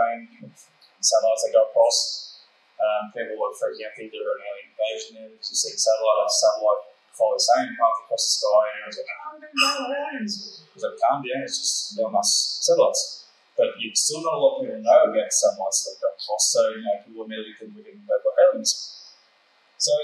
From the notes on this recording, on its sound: My Cardwell UFO Festival Presentation. We had an absolute great time in the beautiful town of Cardwell. The audio quality isnt that great due to a lot of background noise and the audio equipment we had at the time.